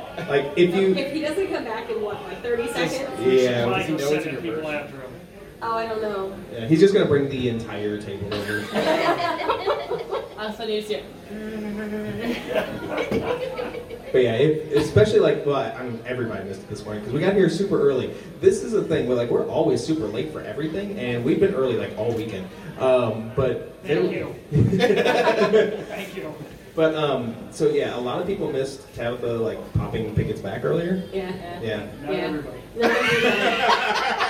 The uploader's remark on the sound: Live From Lodge Con